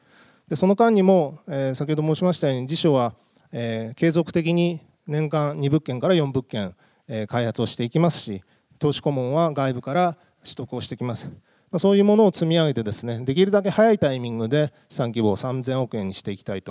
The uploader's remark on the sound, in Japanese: 2月24日に東京証券取引所で開催した「J-REITファン2018」に登壇した「三菱地所物流リート投資法人」のIRセミナーをダイジェスト版でお送りします。